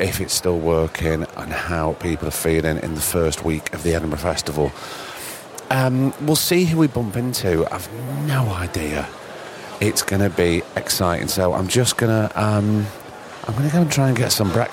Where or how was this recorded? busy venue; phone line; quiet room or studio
busy venue